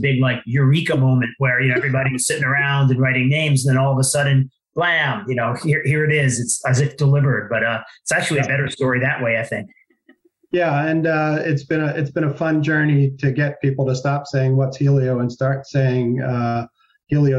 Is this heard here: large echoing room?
no